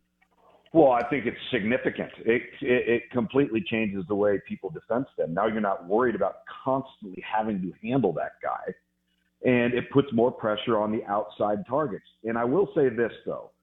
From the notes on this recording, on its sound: Joins the show on the Farm Bureau guest line talking about the biggest stories in college football live in the BankPlus Studio.